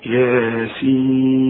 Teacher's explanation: طب انت مش لاحظت ان انا مديت الياء حركتين فقط والسين ستة؟